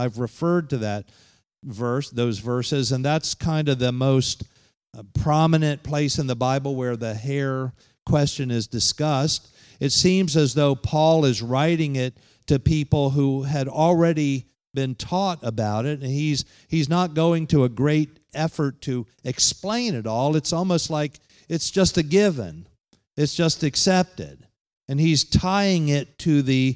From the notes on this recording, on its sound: Holiness conference at The Pentecostals of Dothan.